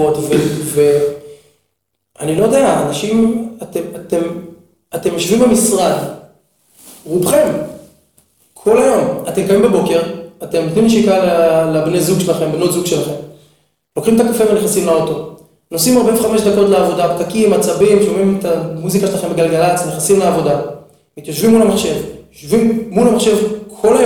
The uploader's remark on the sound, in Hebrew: הפרק הראשון סובל מחבלי לידה, הד קל בהקלטה.